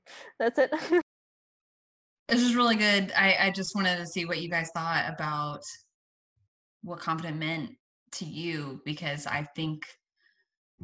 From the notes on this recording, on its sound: This episode was recorded from a video conversation, so you'll have to forgive the fact that it sounds like I'm in a tin can. It wasn't originally intended for podcast listening.